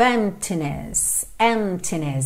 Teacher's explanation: A gente não pronuncia a letra P, ok? Então não se preocupe em dizer emptiness, emptiness.